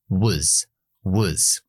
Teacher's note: Was, cambio la O por una schwa